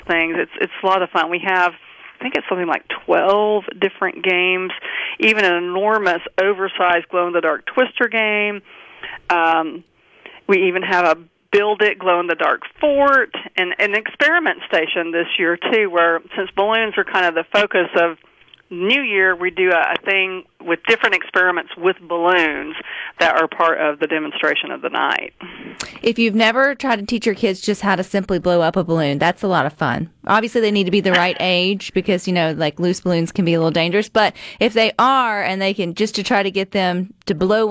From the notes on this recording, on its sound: joins the conversation by phone